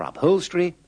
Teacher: The O is pronounced like the O in go. The E is pronounced with a schwa. And the Y is pronounced like the I in fish.